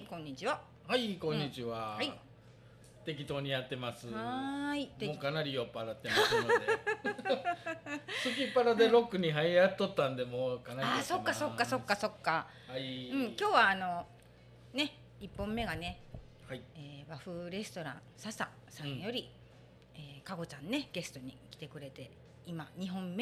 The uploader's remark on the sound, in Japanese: 和風レストラン笹にて、美味しいお料理&お酒をいただきながらの自然体天然トークです